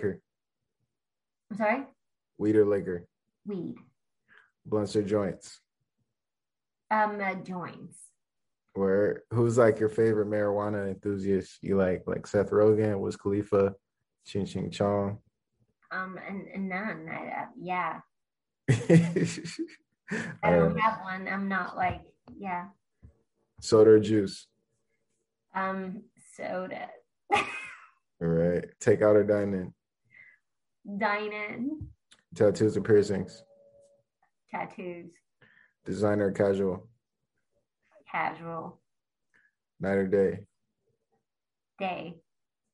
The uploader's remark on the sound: full zoom interview